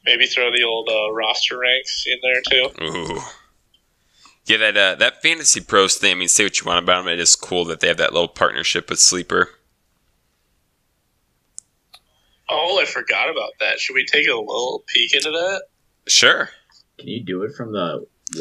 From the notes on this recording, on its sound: Poor audio, blame the producer.